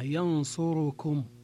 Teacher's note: تبقى ضمة الراء تامة · Term: إتمام ضمة الراء